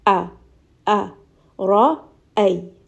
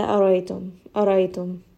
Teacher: we are saying them where the proper hamza is supposed to come from, which is the lower throat · Shown in: first take · So here we will very sharply and very clearly say this hamza.